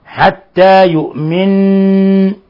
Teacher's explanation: نون مشددة يؤمن تغن مقدار حركتين